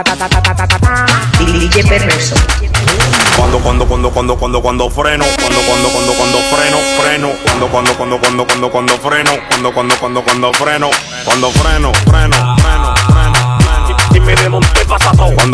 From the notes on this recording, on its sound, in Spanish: Dembow En Vivo Desde Sahara Cafe.